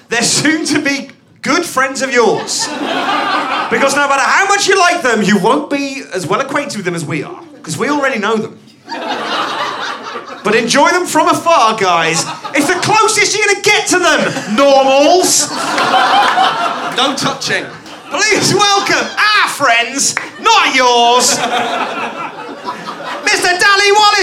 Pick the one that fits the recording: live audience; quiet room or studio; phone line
live audience